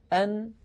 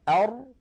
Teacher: يجد بأن الراء أعمق قليلا إلى الداخل · Shown in: second take · Term: حرف الراء